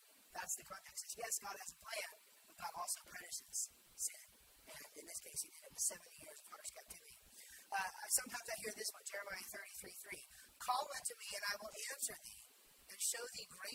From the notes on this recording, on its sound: Share with you a message I gave recently at church. The audio quality is not wonderful.